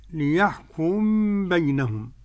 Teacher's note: قرأ السوسي بإدغام الميم في الباء